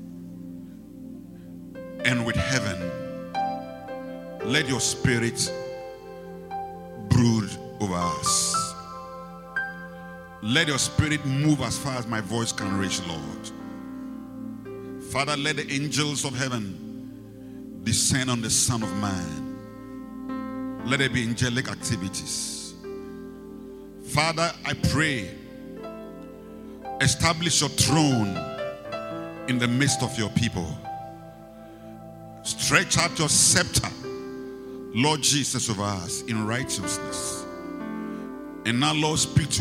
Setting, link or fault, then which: setting, large echoing room